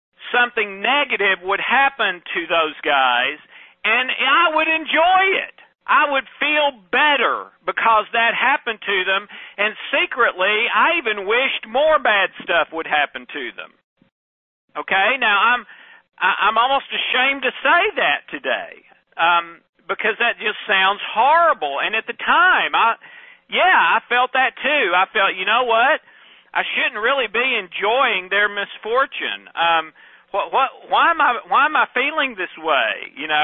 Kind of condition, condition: link, phone line